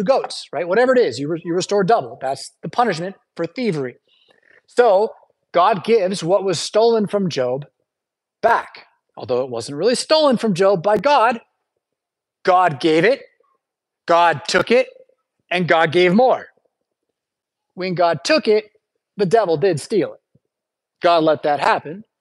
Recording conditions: large echoing room